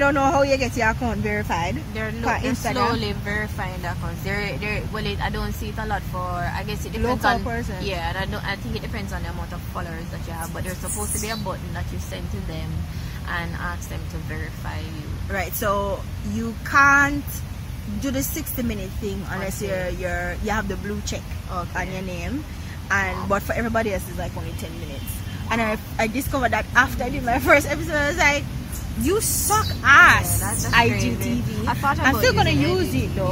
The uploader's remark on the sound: We had a wonderful time walking and talking in the gardens of the beautiful Pegasus Jamaica Hotel in the heart of Kingston Jamaica